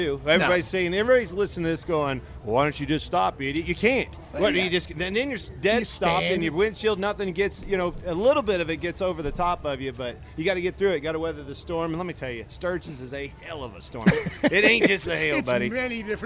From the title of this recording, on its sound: LIVE FROM STURGIS